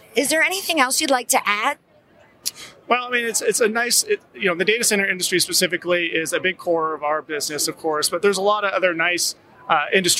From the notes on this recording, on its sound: from the Channel Partners Conference & Expo showroom floor